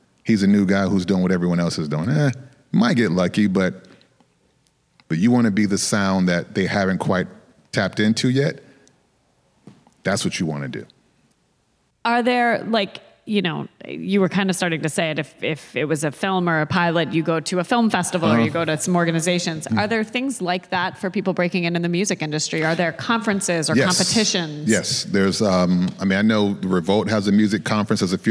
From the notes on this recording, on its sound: Special Live Episode. The SeriesFest team traveled to Berkeley, California for a special live taping on the University of California campus. To the students, staff, and audience.